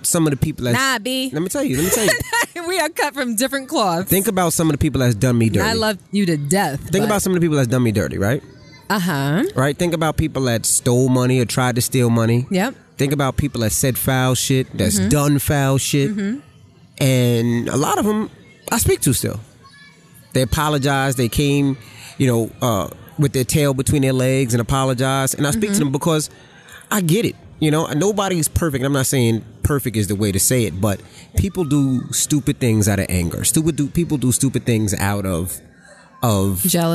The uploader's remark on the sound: Live From The FontaineBleau.